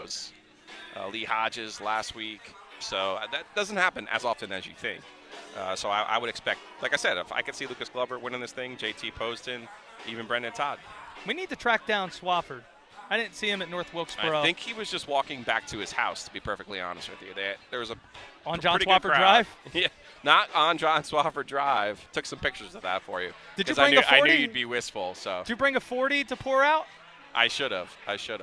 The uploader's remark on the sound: live from the Wyndham Championship